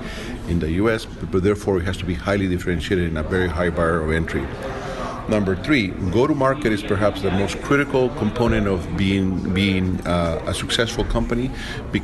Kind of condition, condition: setting, busy venue